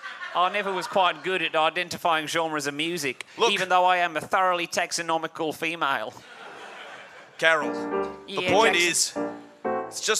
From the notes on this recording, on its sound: For this show, the audience suggestions were...